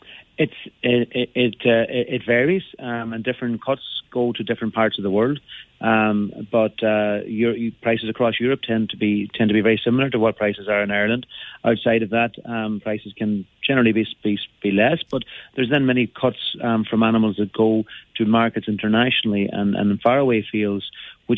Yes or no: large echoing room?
no